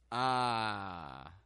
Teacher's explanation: If it presses up, you're going to get more like, ah, but we want it pressing down, ah, not hard, just lightly, ah. So, the sides of your tongue and the back of your tongue are raised up to be about the middle of your mouth. The inside part of your tongue is lightly compressed down, and the tip of your tongue is just out of the way. · Term: short O